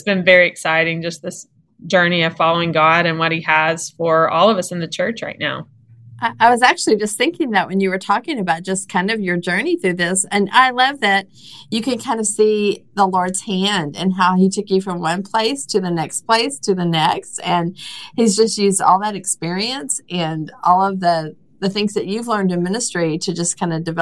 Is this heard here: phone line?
no